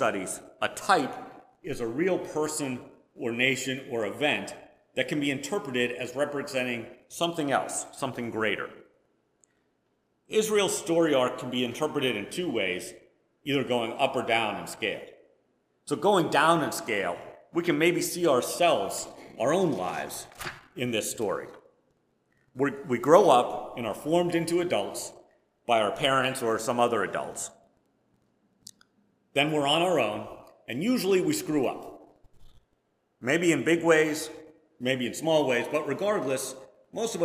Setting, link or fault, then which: setting, large echoing room